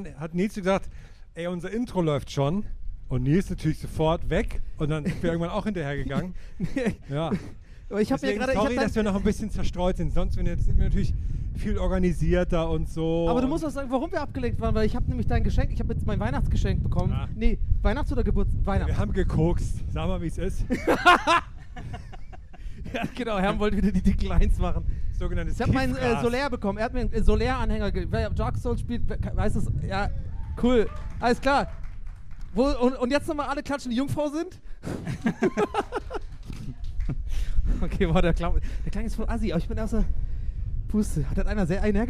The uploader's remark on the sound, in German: Wir haben uns in Leipzig eine Bühne mitten ins Auge eines Orkans stellen lassen. Gästeliste Geisterbahn live in Leipzig auf der Moritzbastei.